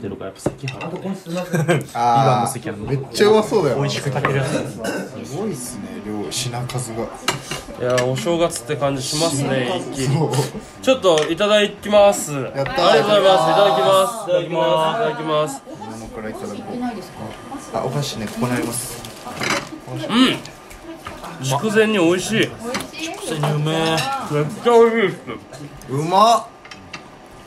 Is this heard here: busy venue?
yes